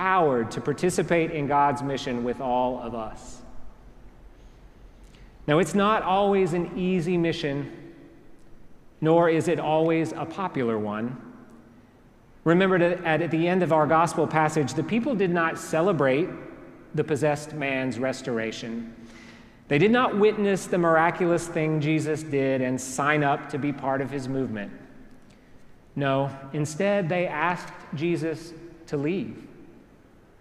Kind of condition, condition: setting, large echoing room